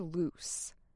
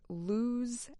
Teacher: loose ends with a strong S sound, while lose, the verb, ends with a Z sound